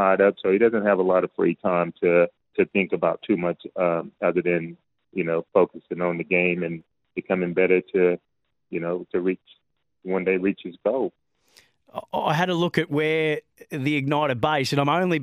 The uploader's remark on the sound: jumped on the phone to chat